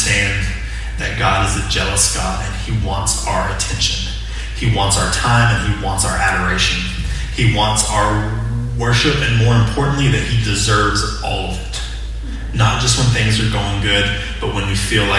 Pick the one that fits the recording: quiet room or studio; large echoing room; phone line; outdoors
large echoing room